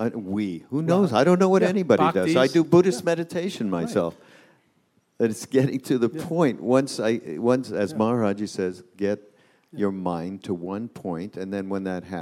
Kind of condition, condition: setting, live audience